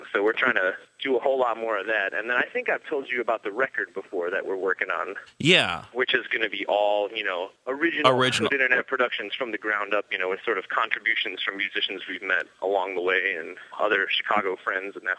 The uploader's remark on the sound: phones CVU